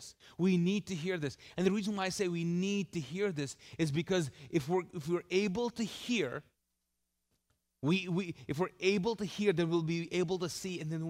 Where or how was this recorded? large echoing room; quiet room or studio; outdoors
large echoing room